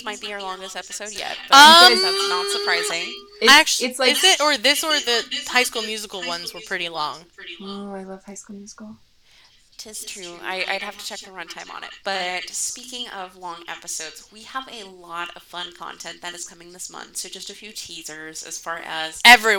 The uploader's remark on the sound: Forgive the echo. Our software is being stupid.